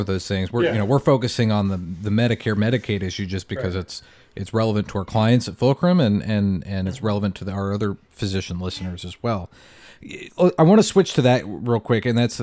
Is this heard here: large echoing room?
no